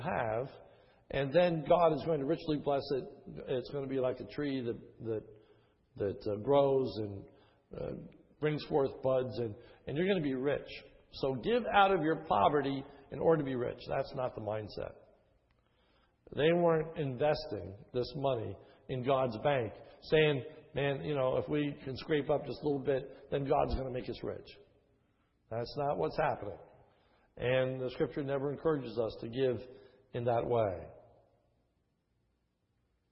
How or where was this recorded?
large echoing room